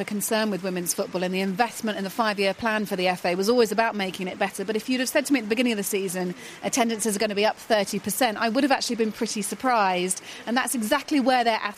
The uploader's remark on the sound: Celebrates an action-packed finale to the Women's Super League live from the Continental Cup final.